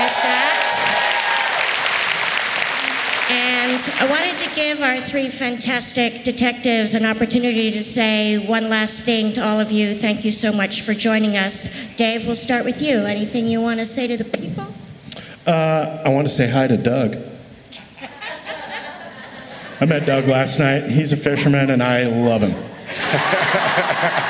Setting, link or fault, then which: setting, live audience